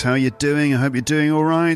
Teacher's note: My intonation tone is rising for no reason.